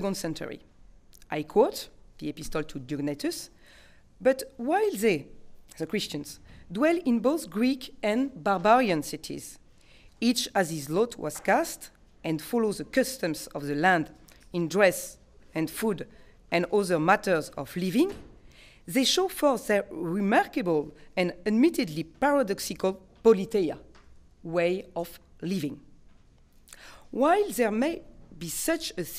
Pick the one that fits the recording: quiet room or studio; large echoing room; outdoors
large echoing room